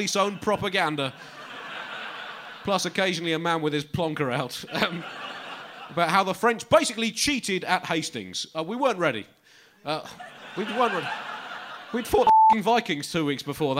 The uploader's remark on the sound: Britain in Crisis (Live!). Show recorded on 18th January at Leicester Square Theatre.